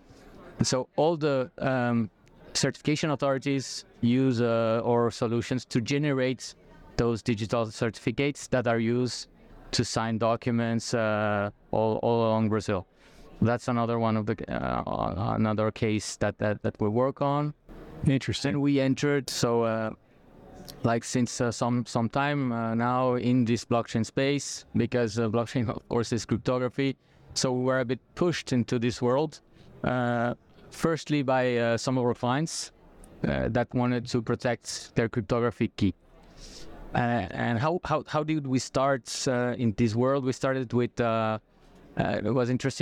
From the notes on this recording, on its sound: recorded onsite at Blockchain Rio in September